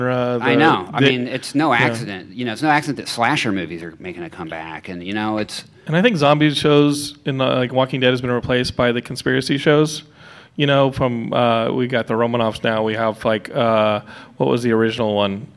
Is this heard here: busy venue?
yes